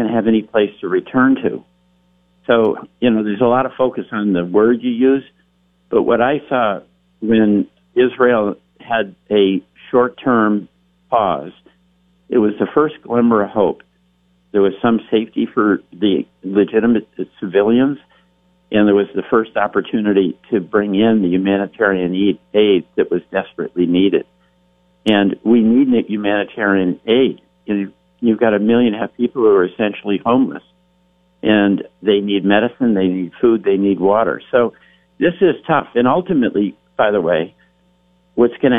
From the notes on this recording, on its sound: Calls. From Washington.